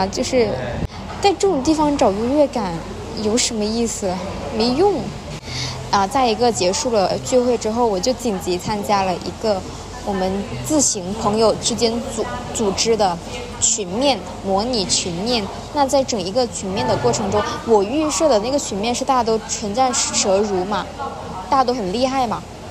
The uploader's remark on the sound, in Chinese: 在星巴克录制播客，室内录音很嘈杂。